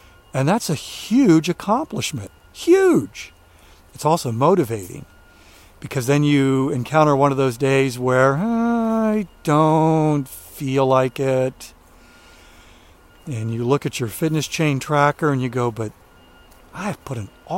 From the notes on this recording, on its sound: during today's ten-minute walk